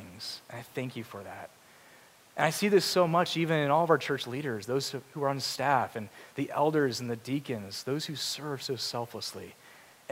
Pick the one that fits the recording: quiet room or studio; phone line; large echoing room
large echoing room